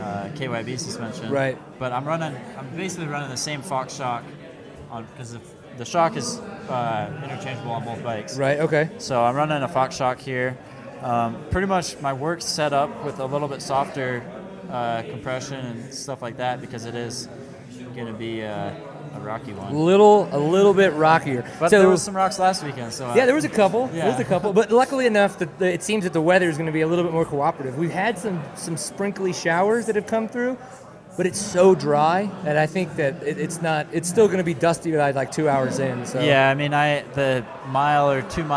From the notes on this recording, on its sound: Live with racers at the 2013 Big Sky XC during the AMA Offroad National Championships.